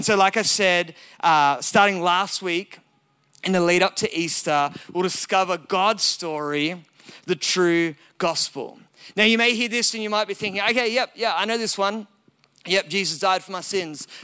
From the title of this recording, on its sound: recorded at Elevation Hills Sydney